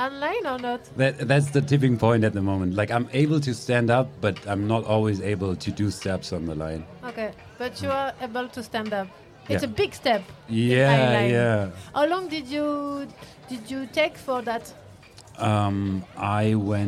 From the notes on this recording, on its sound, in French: En direct de Bambou canoë au festival ARDECHE MEETING. Les Vans (07). Micro trottoir dans les rues des Vans après le spectacle.